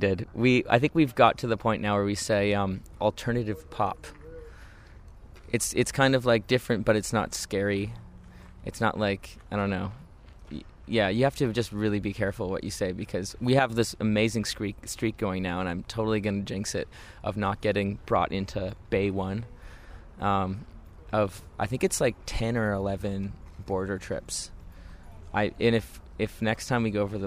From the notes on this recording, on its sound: Sun Yat-Sen Classical Chinese Garden, which was a perfect place for a chat. Enjoyed the tranquility of the first Chinese or "scholars" garden built outside of China, we did the interview.